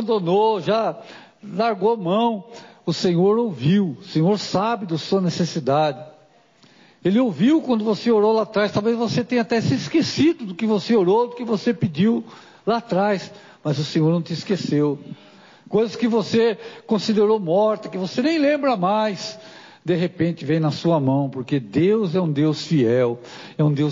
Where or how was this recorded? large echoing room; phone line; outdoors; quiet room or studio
large echoing room